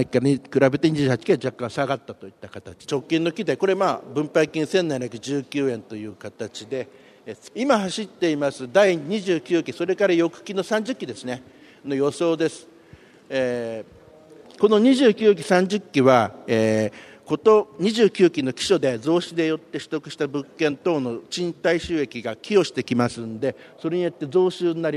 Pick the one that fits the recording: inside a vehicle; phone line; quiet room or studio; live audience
live audience